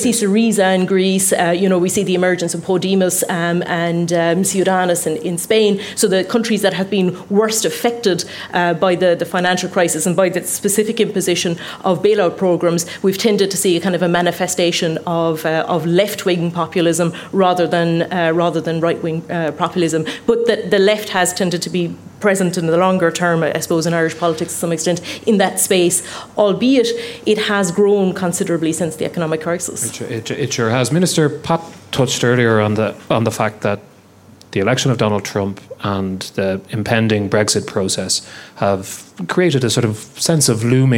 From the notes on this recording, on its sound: The first ever episode of Inside Politics recorded in from of a live audience.